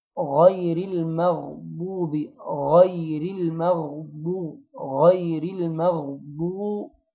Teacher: بعدها الغين مفخمة، افخم حرف الغين بس لازم أأكد على ترقيق حرف الميم. والضاد كذلك مفخمة مضمومة، لازم أضم فيها الشفتين كويس